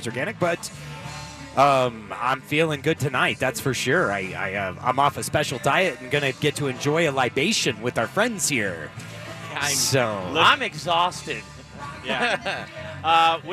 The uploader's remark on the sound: The Modern Eater Show was live at Rocker Spirits for their "Spring Whiskey Thang"! Rocker Spirits in Littleton is a neighborhood distillery with vodka, rum and of course whiskey!